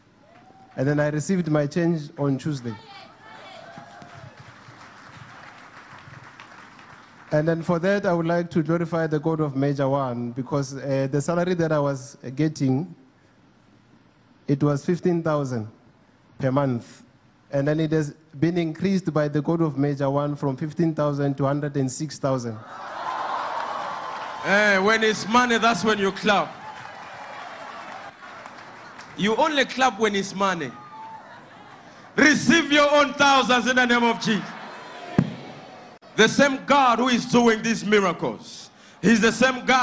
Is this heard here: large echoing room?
yes